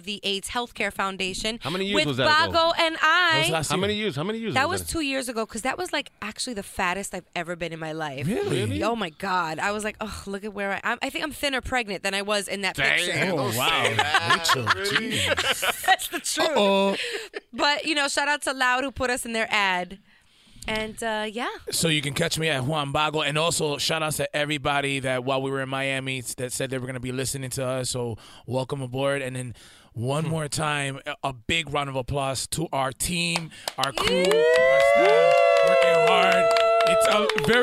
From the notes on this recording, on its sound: exclusive on-the-scene interviews recorded live at the Tecla Awards at Hispanicize